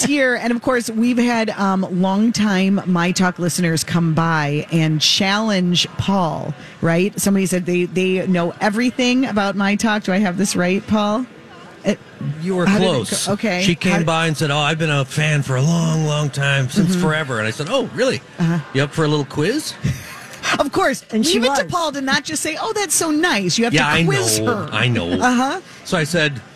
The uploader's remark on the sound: Live at the Minneapolis Convention Center